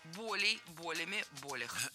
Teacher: Но словари об этом молчат, и помет никаких нет. Поэтому запоминаем слово «боль» с неподвижным ударением на корне, поэтому всегда ударяем первый слог.